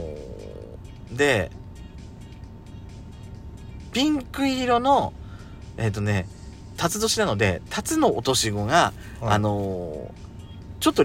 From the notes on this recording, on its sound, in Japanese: パーキング収録